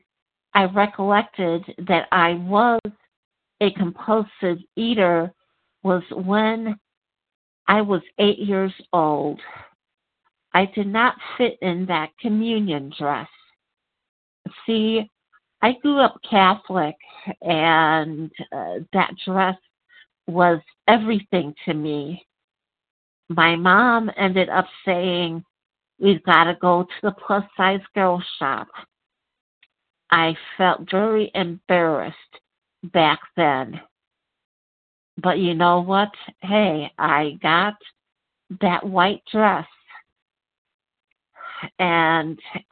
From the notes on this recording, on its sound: 100 Pounders Phone Meeting